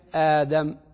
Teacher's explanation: لكن النطق في حقيقته هو همزة يليها ألف